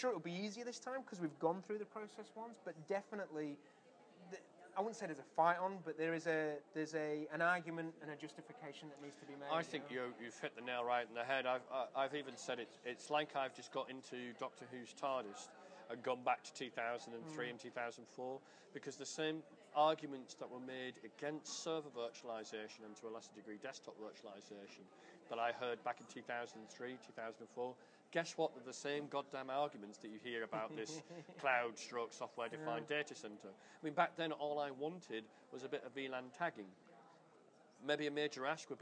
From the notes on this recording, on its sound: recorded at the Melbourne VMUG